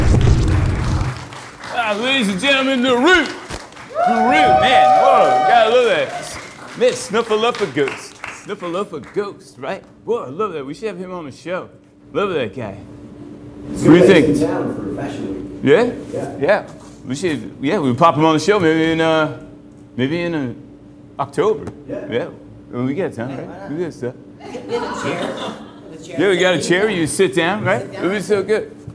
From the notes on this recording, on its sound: This is the podcast of the LIVE show. This show aired at The Peoples Improv Theater in New York City.